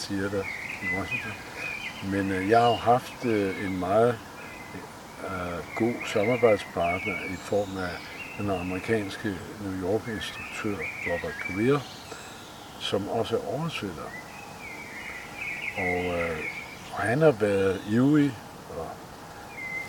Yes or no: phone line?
no